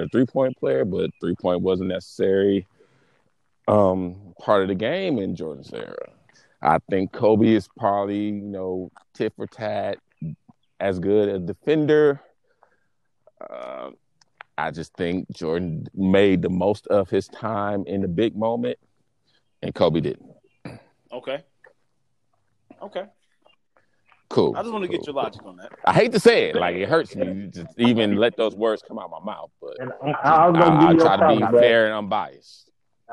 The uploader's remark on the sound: Quarantine Conference Call.